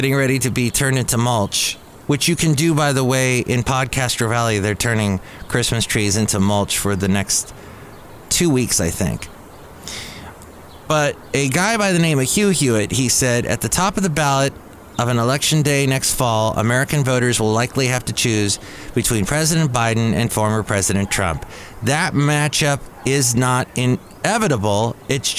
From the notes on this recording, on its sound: podcasts live from Café Anyway